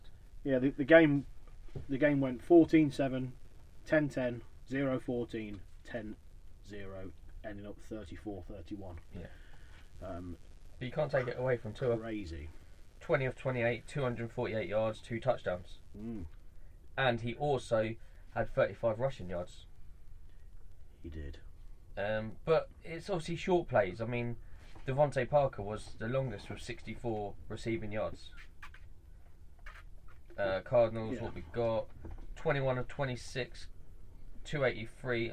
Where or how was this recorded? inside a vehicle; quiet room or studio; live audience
inside a vehicle